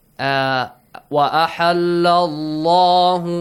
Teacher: the letter lam in the word Allah must be pronounced heavily with full mouth